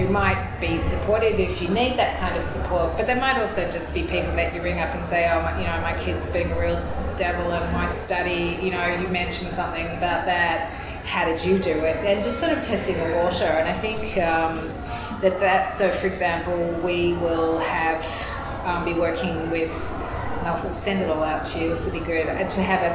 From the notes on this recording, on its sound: Melbourne newCardigan cardiParty Recorded Live. Our October Melbourne cardiParty was held at the Queen Victoria Women’s Centre.